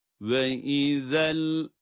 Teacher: Burada cezimli lamın okunuşunda hareke vermiyoruz.